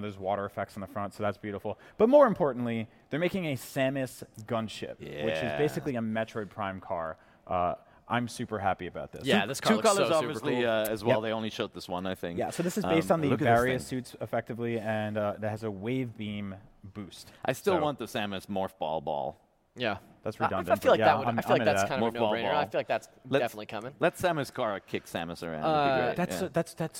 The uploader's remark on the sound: Travelled to Cologne, Germany, to report back live from the annual mega-games convention, Gamescom. It's a shorter episode since it was recorded as part of our live show.